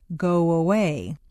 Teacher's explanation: if a word ends in O, your lips are going to be in the forward position, so a W quite naturally leads into the next vowel sound, go away. You don't want to say go away and break the undercurrent of your voice.